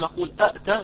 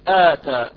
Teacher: إحنا قلنا أتى، الذي قبلها حرف أو همزة مفتوحة، مفتوحة إذا نبدل الهمزة الثانية ألفا لأن الألف تناسب الفتحة · Shown in: second take · فبدل ما نقول أتى نقول آتى، آتى أبدلنا الهمزة الثانية